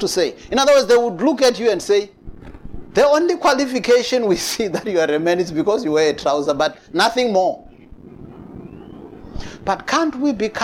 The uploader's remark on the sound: preached at Jesus the Saviour Church, 185 Bobs Way, Eersterivier, Cape Town on 19th June 2022